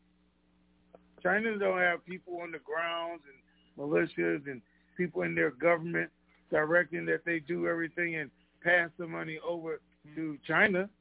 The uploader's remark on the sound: TNTConference Call